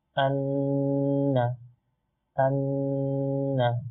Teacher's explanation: এক আলিফ সমপরিমাণ নাকের মধ্যে রাখা · Term: গুণনা